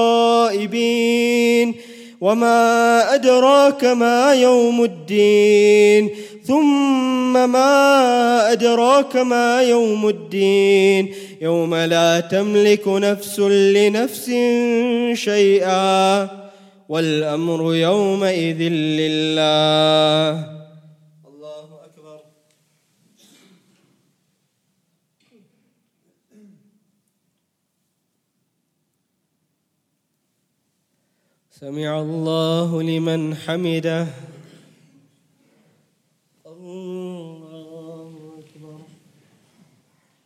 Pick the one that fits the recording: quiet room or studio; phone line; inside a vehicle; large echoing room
large echoing room